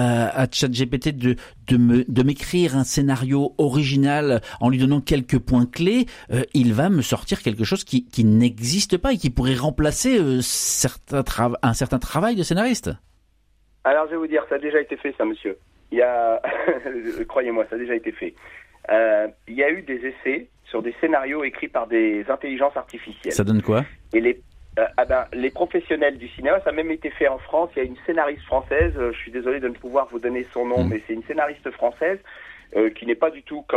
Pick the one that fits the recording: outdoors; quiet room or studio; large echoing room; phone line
phone line